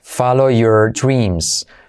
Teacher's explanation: La R de your decae.